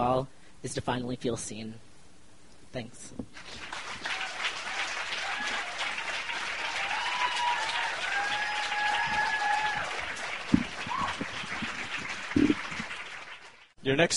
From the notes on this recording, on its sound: The show was recorded on December 20, 2012 at the beautiful Deer Pile in Denver, Colorado in the U S of A.